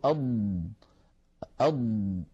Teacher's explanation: فالضاد يا إخوتي حرف مجهور وليس فيه جريان للصوت للنفس، لأنه ليس من حروف سكت فحثه شخص، فلما نقول أض نجد بأنه لا يجري معها نفس ولكن الصوت يمتد